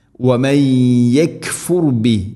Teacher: നൂനിനെ യയിലേക്ക് ഇത് ഗം ചെയ്ത് കൂട്ടി ലയിപ്പിച്ച് മണിച്ചുകൊണ്ട് ഉച്ചരിക്കണം. വമൻ യക്ഫുർ ബിഹി, യക്ഫുർ ബിഹി അല്ല യക്ഫുർ ബിഹി.